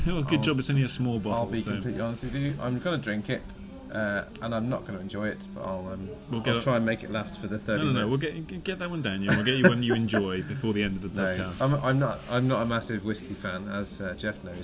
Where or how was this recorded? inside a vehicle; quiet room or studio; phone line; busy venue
busy venue